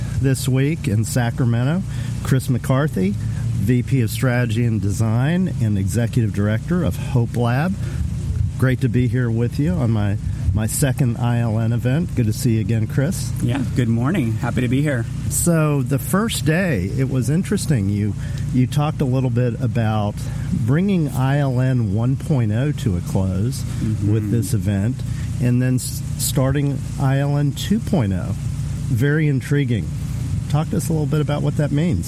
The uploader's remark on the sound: Takes the show on the road for the Innovation Learning Network’s InPerson Meeting (absolutely not a conference) in Sacramento, California, hosted by The Shop at VSP.